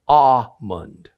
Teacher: In most of America, the word is pronounced almond, but in some parts of America, the L sound is dropped, and it's pronounced almond. · Term: the effect of dialect